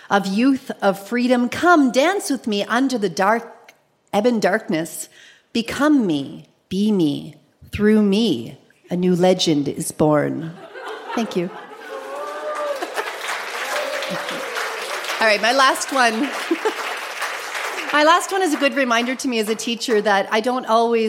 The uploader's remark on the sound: Recorded live at the Black Knight in Yellowknife.